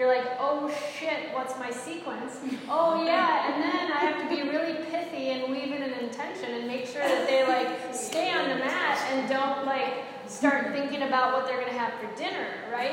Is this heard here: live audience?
yes